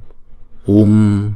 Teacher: chữ O kéo dài hai nhịp xong rồi mới đóng chữ O đó lại bằng một anuswara